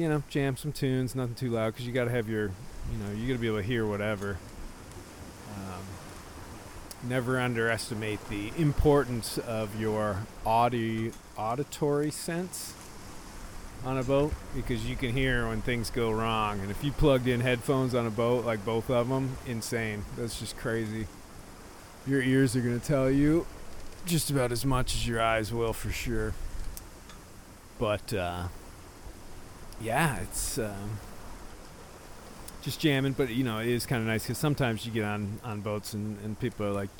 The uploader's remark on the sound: Raw Recordings from the Trip. The second part of the show is a compilation of the recordings I made while aboard Prima, the Saber 45 I helped take from Maine to South Carolina.